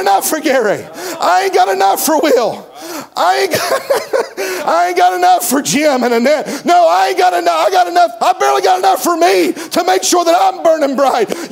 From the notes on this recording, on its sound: This message comes from the Camp Meeting in Seffner, FL